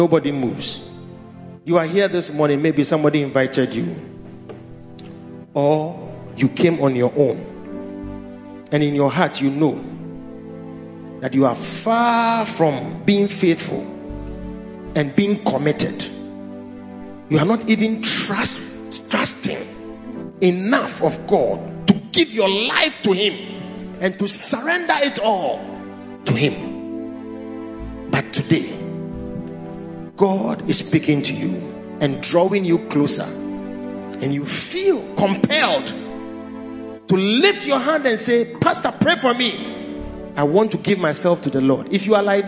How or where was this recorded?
large echoing room